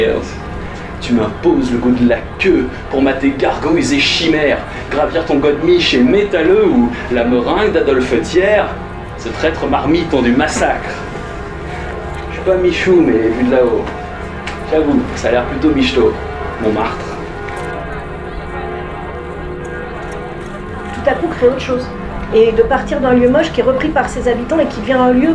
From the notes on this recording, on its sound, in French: À la Bibliothèque Rainer Maria Rilke, Paris. Prises de voix: le téléphone.